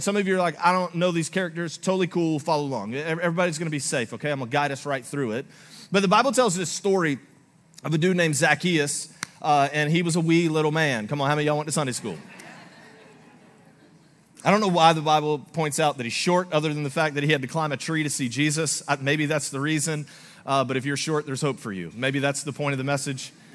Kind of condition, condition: setting, large echoing room